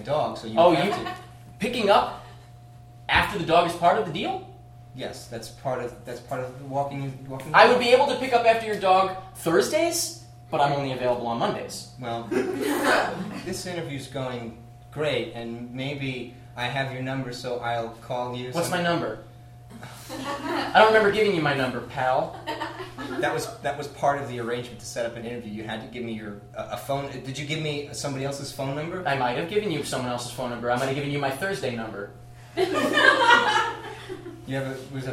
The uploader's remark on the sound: Pity Applause performs live improv comedy every other Friday in Brooklyn, NY!